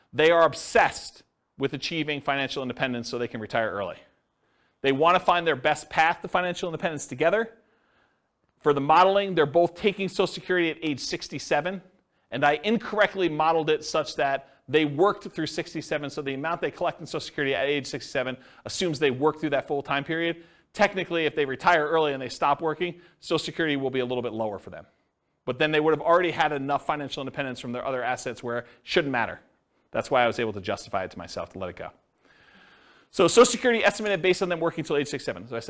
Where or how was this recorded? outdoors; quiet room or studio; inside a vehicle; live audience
live audience